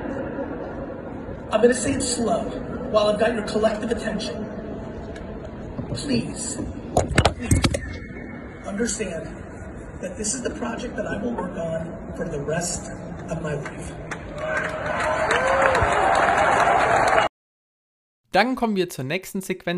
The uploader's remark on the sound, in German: Live-Aufnahmen VeeCon. In der heutigen Podcast-Episode hört ihr live in die VeeCon rein.